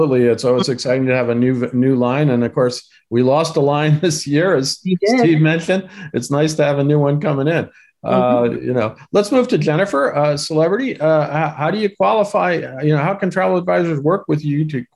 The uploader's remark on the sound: In this panel from our Virtual Roadshow series.